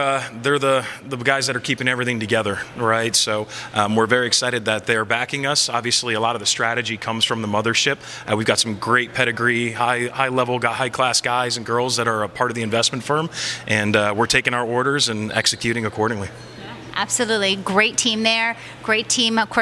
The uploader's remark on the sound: Live from the Telecom Exchange's first 'Pop-Up' event, TEX Dallas